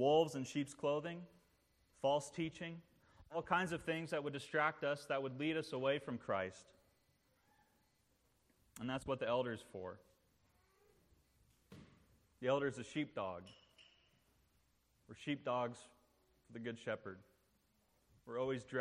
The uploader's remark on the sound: This sermon was preached at the installation service. As a Ruling Elder of Christ the King.